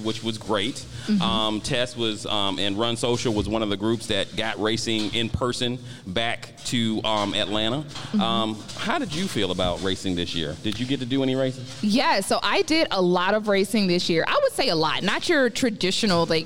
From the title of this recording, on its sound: LIVE from Run Social Atlanta Day Party